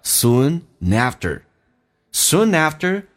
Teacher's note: soon after 有一个连音，用 n 进行连音